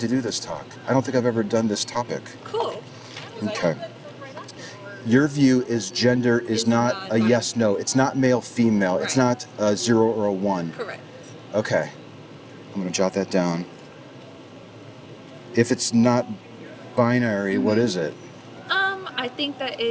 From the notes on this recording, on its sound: Location: San Antonio, Texas. Recorded w/Go-Pro.